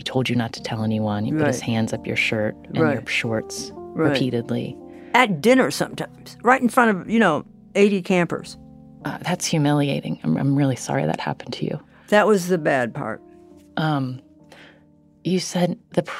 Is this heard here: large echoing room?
no